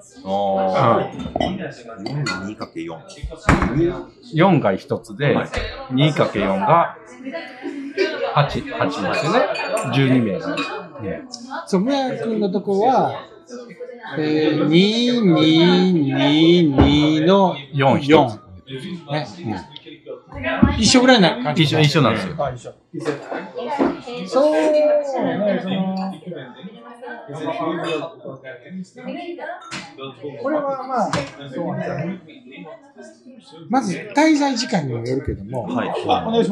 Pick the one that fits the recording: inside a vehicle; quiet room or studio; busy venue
busy venue